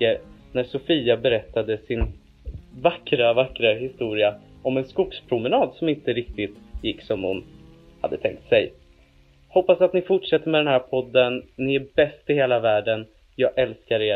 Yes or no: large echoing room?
no